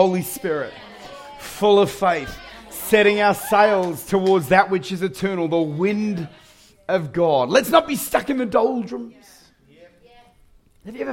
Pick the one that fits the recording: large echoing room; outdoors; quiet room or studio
large echoing room